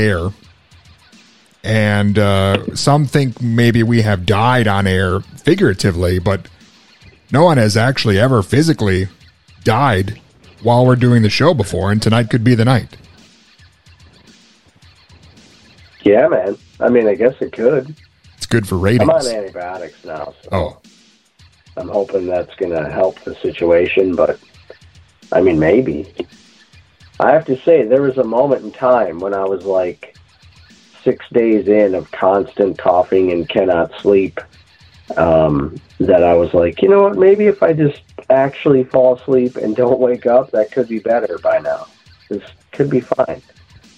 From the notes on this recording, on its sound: He did the entire interview yelling through a megaphone! He had double pneumonia and joined us over the phone from his deathbed!